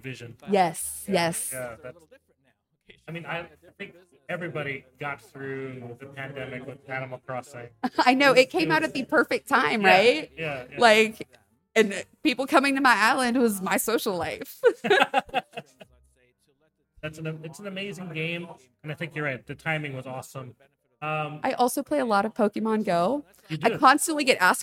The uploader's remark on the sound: This special podcast series previously hosted LIVE from the EsportsNext 2023 conference.